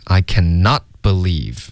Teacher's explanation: cannot 的特呢必须得省略